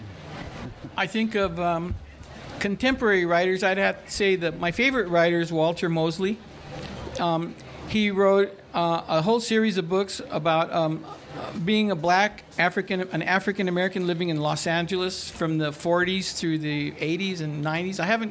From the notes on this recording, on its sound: 30 Minutes features a session from the 2019 Festival of Books curated by Pima County Public Library’s Nuestras Raices program.